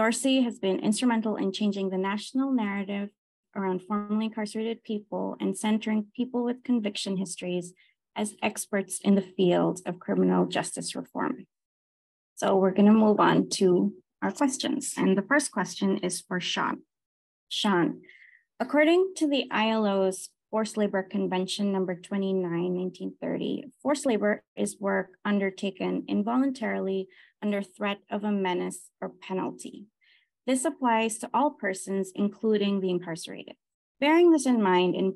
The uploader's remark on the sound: Audio from Freedom Day webinar